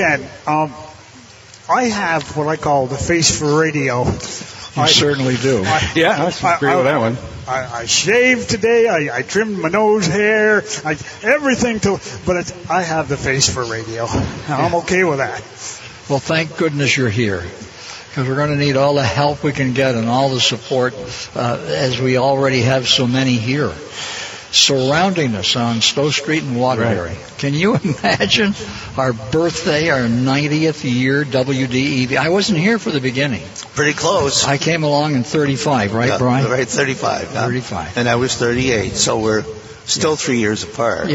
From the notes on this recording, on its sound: We're coming from you live on Stowe Street to celebrate our 90th anniversary!